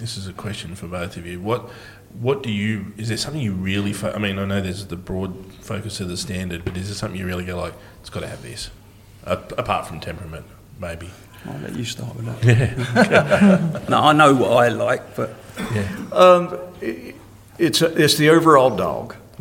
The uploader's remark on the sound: Our first ever live podcast recording. From the UK. From the US.